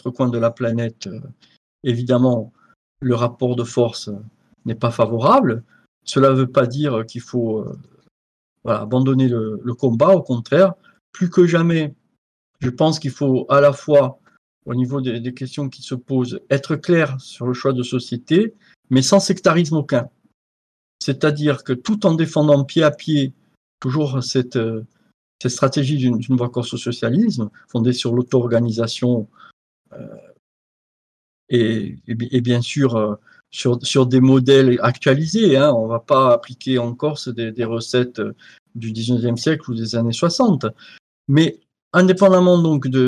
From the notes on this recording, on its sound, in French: Captation de Visioconférence